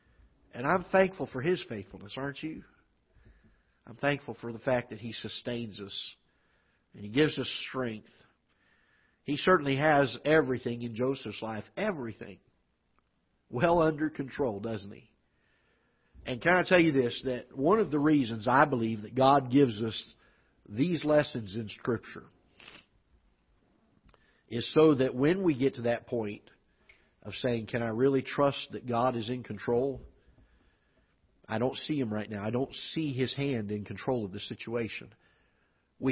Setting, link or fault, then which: setting, large echoing room